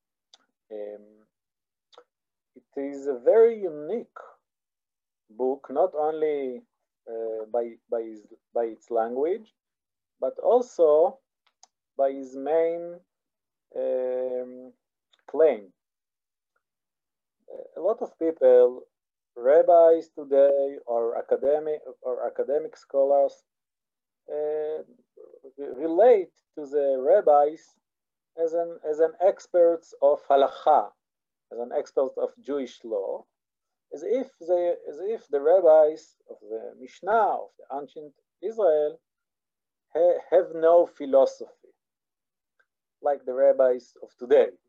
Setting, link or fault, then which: link, video call